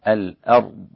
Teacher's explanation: وخلي بالك من كلمة الأرض، الأرض لابد من ترقيق الهمزة وتفخيم الراء مع الضاد، الأرض والضاد فيها استطالة حتى وإن كانت مكسورة